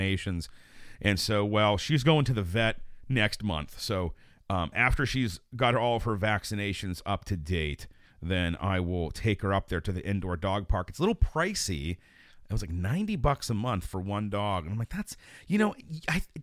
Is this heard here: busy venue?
no